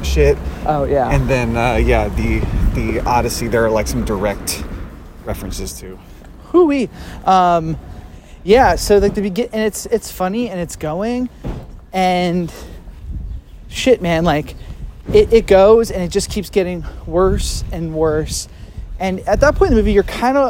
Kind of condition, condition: fault, wind noise